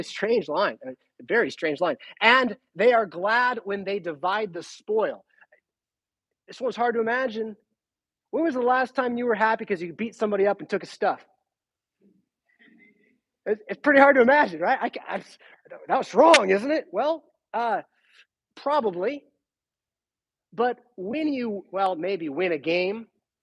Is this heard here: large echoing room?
yes